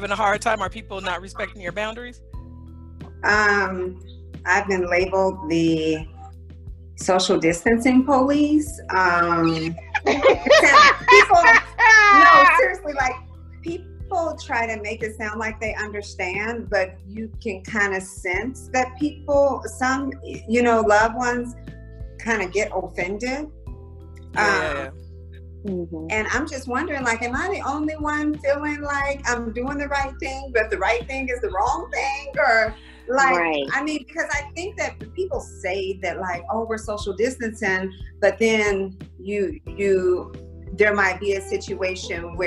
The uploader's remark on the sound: Melanin Matters Zoom Episode.